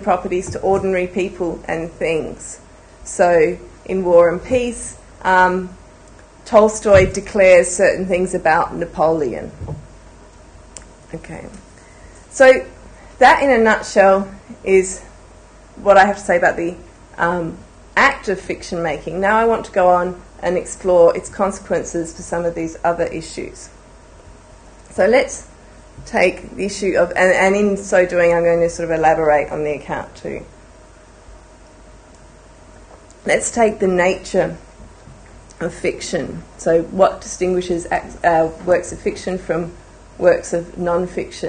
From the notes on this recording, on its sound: A public lecture held on 26 January 2011.